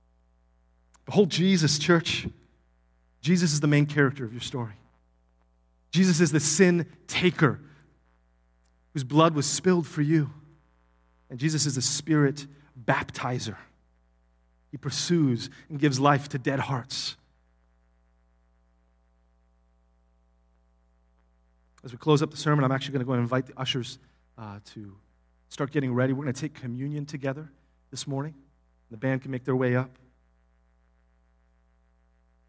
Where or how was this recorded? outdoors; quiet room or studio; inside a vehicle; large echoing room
large echoing room